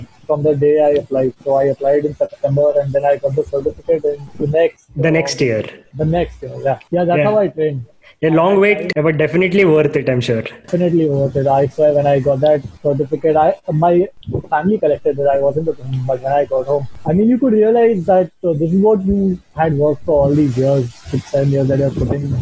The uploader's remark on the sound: the audio quality of this episode, is not up to the mark